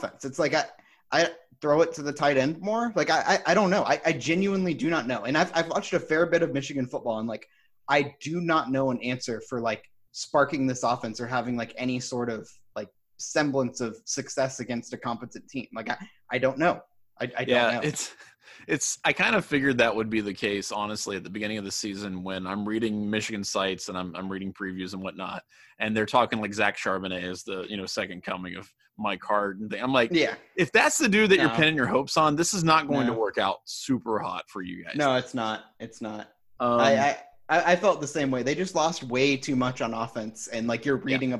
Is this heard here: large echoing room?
no